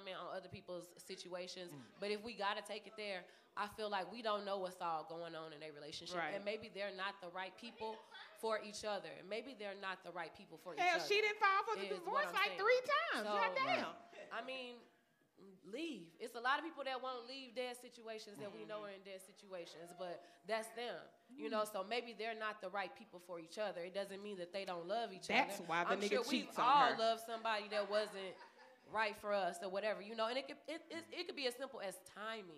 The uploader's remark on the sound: Thank you to everyone who came out to support. Sucks for you if you missed the show unfold live, the audio is next best thing!